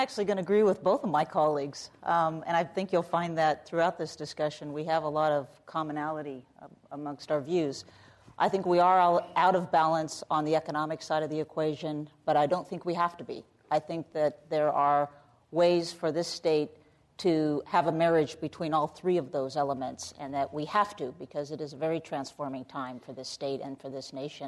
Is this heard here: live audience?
yes